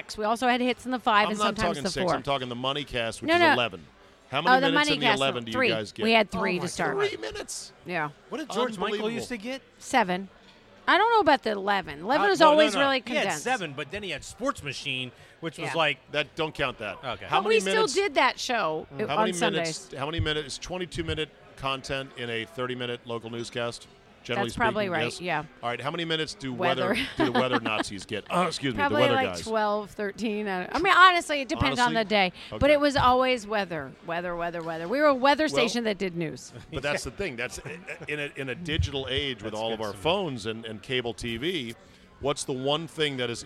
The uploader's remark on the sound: Recorded at DC Prime Steakhouse in Ashburn, VA.